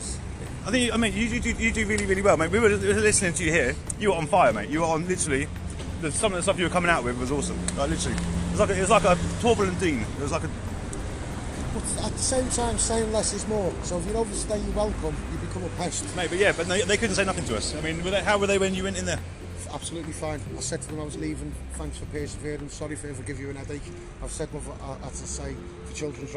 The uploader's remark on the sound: Returns to the streets of London with his Megaphone Talking All Sorts.